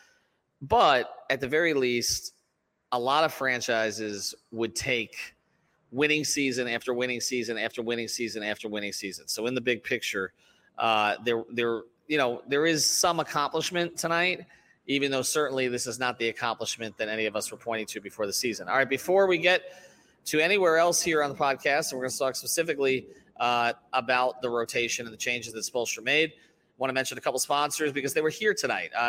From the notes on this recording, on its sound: record live after our watch party at Tropical Distillers in Miami